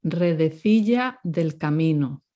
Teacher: you can hear the R being rolled